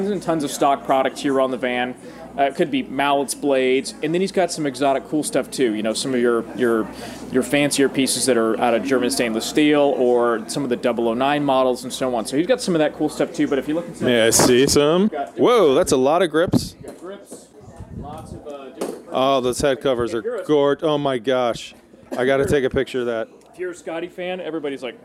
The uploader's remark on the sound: on location at The Player's Championship